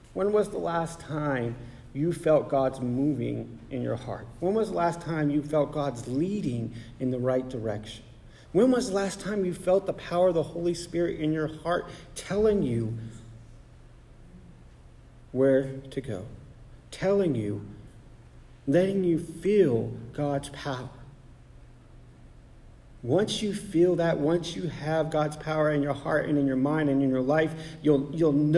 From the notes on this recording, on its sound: Sermon preached on November 12, 2023 at The Salvation Army Augusta Kroc